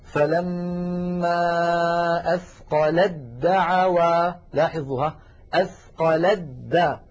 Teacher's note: ساكنة، ودعوا أولها دال متحركة والتاء والدال من المخرج عينه، لذلك نحول التاء إلى دال ثم ندغم الدال في الدال فيكون النطق هكذا، فلما أثقلت دعوا، لاحظها أثقلت دا، يعني ما